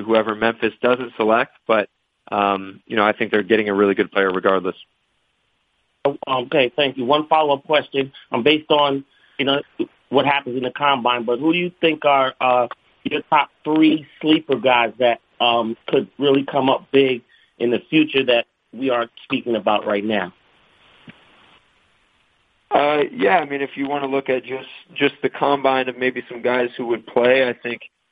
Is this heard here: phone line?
yes